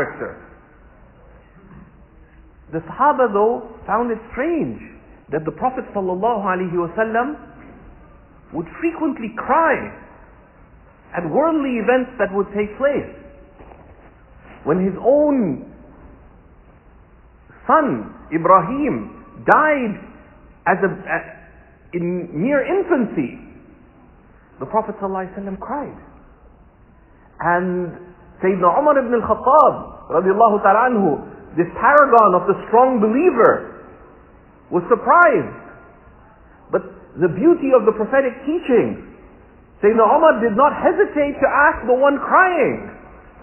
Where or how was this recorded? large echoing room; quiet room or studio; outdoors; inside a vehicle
large echoing room